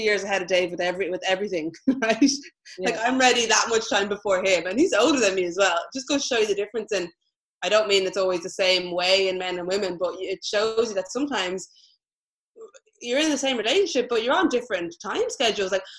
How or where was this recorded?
video call